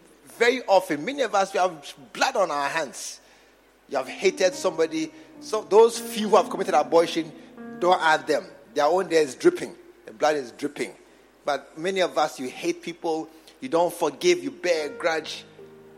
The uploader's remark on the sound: Preached at the True Vine Cathedral, Bantama